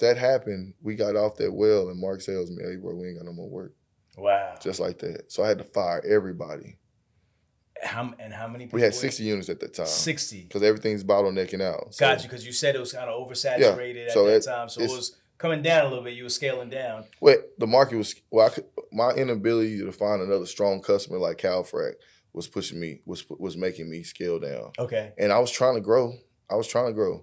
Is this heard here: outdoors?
no